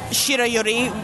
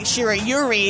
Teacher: you don't stress that last syllable. You say it all in one. · Shown in: first take